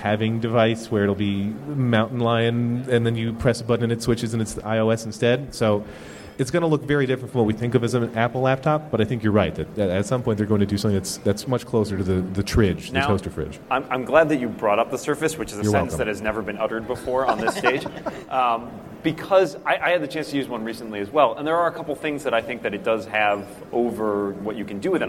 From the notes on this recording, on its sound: A panel at Macworld|iWorld 2013.